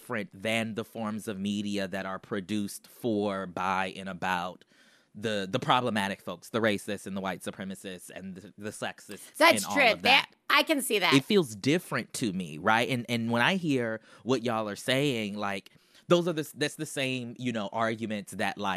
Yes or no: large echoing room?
no